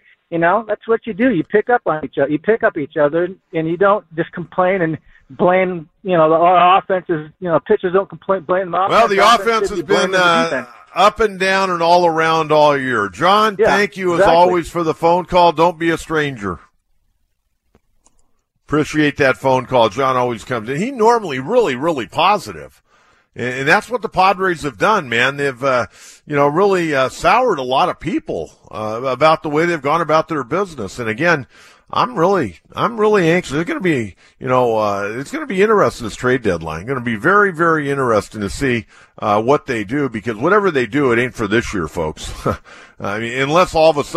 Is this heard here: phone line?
yes